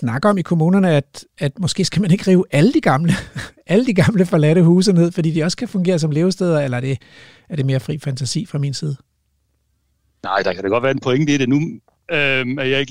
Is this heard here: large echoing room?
no